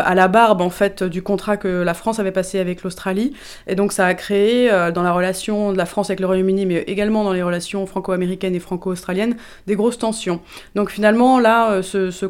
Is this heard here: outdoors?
no